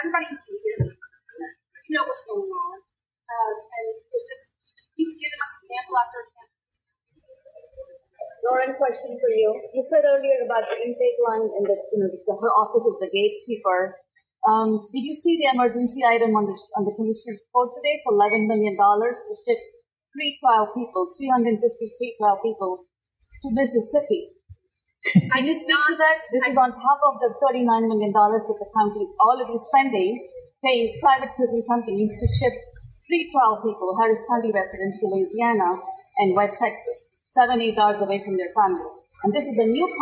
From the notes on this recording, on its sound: Rally by over 100 Harris County Precinct Chairs. Poor Audio Quality.